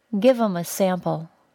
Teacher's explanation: You can remove the voiced TH sound from the word them when it does not begin a sentence. You must link the remainder of the word with whatever was before it.